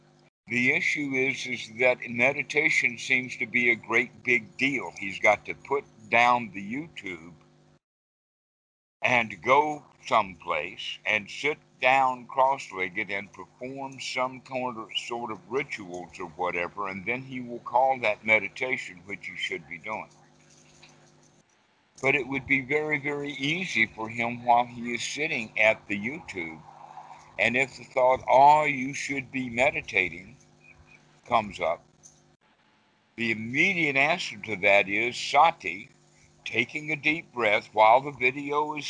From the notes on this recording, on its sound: skype calls on this channel